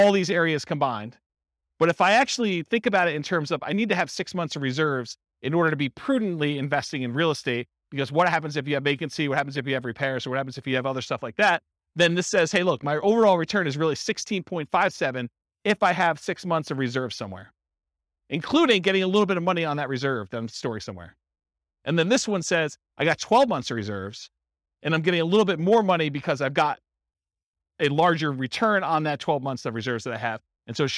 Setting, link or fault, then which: setting, live audience